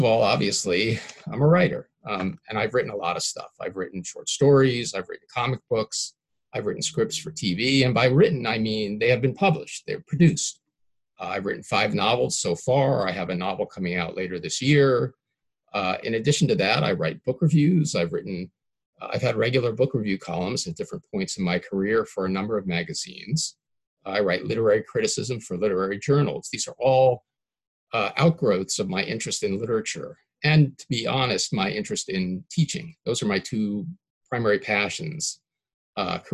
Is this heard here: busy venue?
no